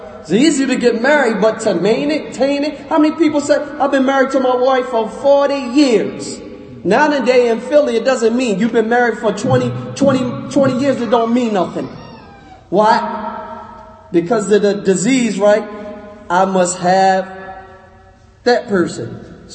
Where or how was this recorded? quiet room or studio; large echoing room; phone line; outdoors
large echoing room